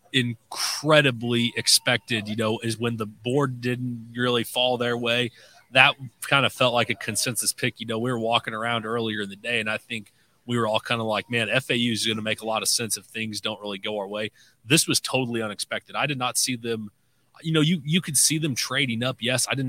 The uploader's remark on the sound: Live from the NFL Draft Night 2